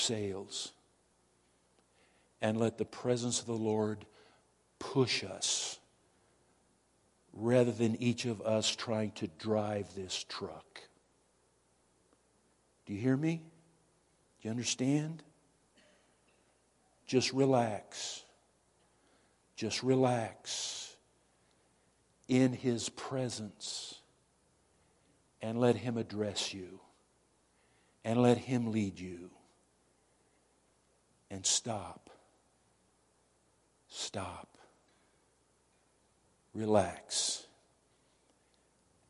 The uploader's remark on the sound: Woodland Life Church Live